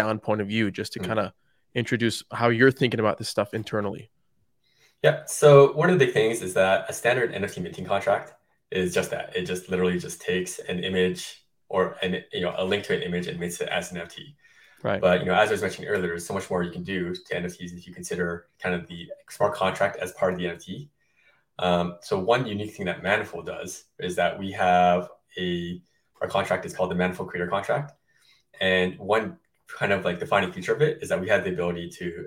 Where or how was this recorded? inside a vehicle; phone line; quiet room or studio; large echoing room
quiet room or studio